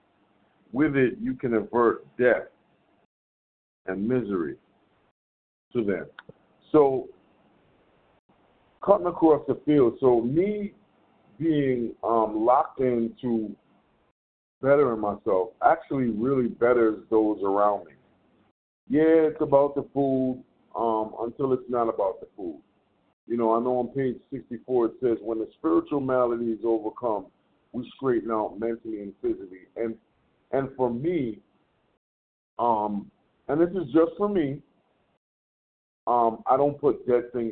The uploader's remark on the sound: from the 100 Pounders Phone Meeting, 6/13/23